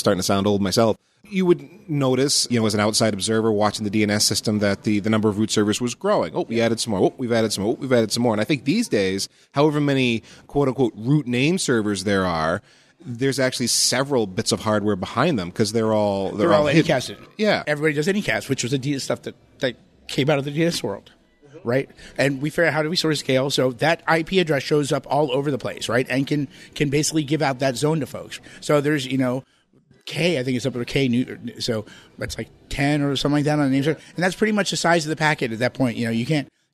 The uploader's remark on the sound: This podcast was recorded on site at the IETF 98 conference in Chicago. This week’s Priority Queue was recorded on site at IETF 98 in Chicago. This podcast was recorded on site at the IETF 98 conference in Chicago.